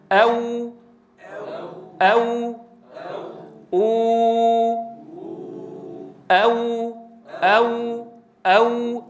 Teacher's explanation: حين ننطق بالواو غير المادية، حين نقول أو، أننا نعتمد على ضم الشفتين بدرجة أكبر. بتحس حالك عم تضغط على الشفتين ضغط أعلى حين من فعلك حين تقول أو أو أو.